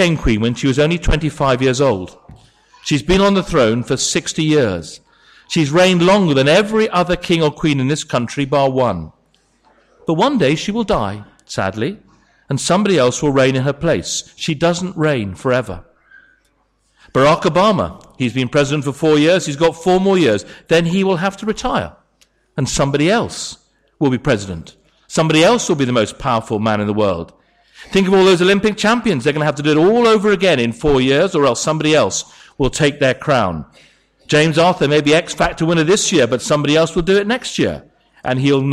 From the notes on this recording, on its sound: Sermon from St David's Church, Moreton-in-Marsh, Christmas Eve Carol Service.